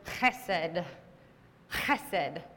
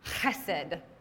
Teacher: It's not actually a very pretty sound. It's got that guttural, like, reach all the way to the back of your throat to pronounce it kind of sound.